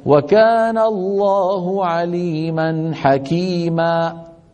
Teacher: فانبتر الصوت فجأة فخرجت همزة